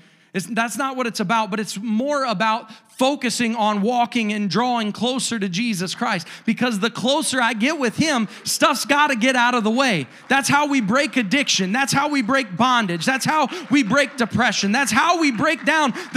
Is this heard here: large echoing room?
yes